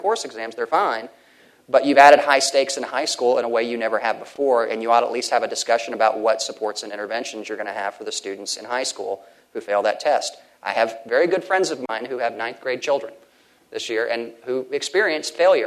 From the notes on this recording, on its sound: At The Texas Tribune Festival.